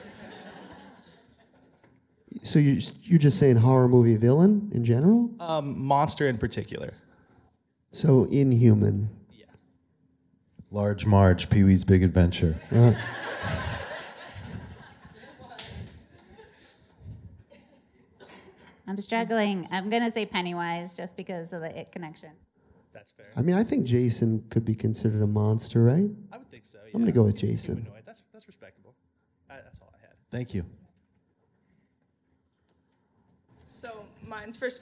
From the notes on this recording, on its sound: field questions aplenty from the sold out crowd at the MIT Museum